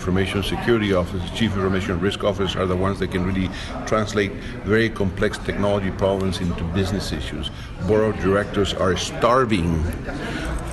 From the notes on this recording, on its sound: The 2016 Black Hat conference is underway in Las Vegas this week. Special report from the show floor.